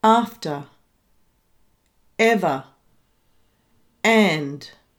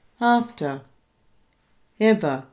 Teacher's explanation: And now I'll do some demonstrations of glottal onsets. After, ever, and. And then without a glottal onset, and we call this a coordinated onset